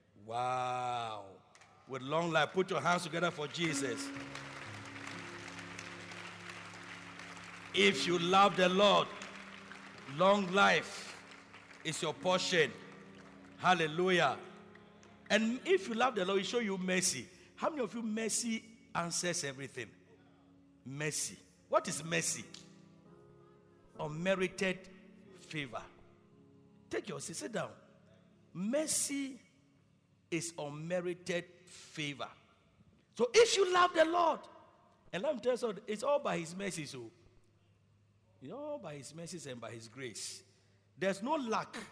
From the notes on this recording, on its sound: Preached at Loyalty House, Abbey, Dahwenya